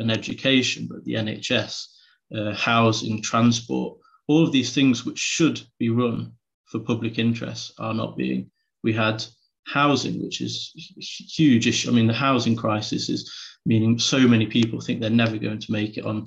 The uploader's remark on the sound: An Online event from the Labour Assembly Against Austerity at Arise Festival 2022.